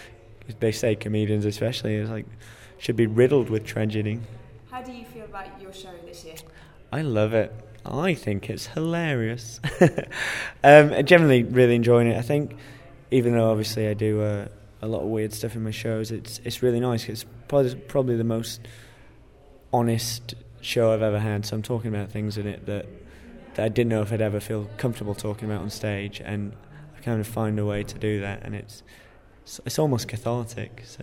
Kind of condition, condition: setting, busy venue